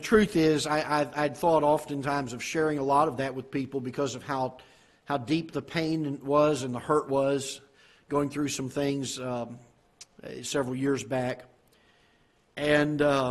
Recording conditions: large echoing room